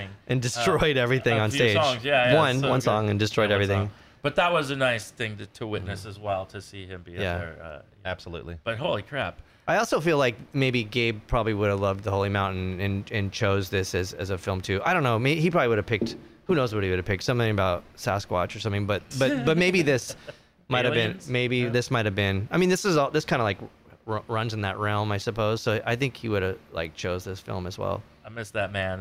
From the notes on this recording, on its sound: sit down at the Casbah San Diego